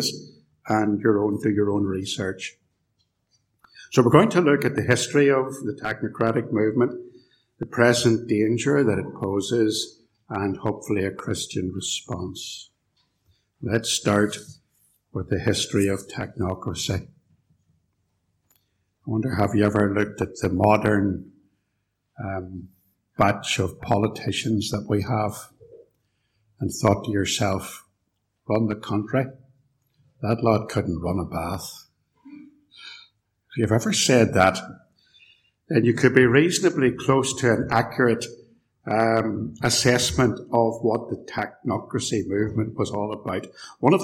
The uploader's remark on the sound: A lecture recorded live at Templepatrick Reformed Church and used with their kind permission.